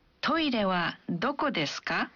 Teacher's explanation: menambahkan ka di akhir kalimat dan mengucapkan kalimatnya dengan intonasi yang menanjak